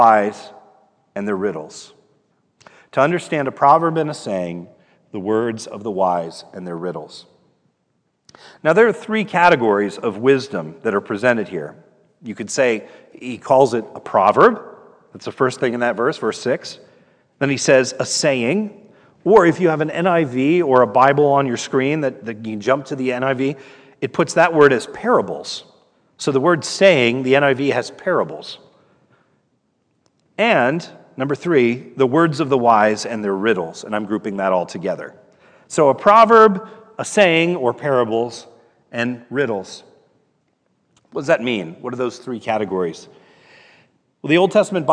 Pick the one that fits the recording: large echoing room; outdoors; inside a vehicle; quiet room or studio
large echoing room